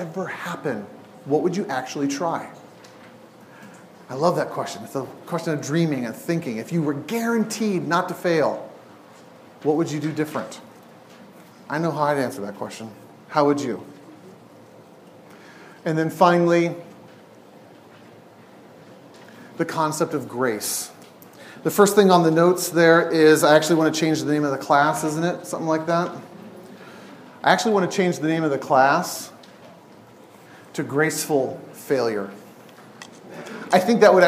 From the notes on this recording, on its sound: Each week is presented live at Imago Dei’s Refuge in Portland, Oregon.